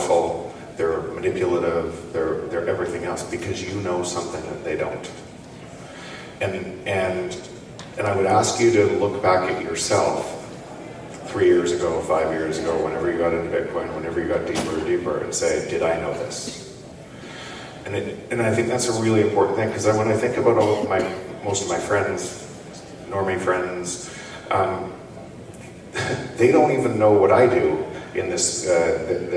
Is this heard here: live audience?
yes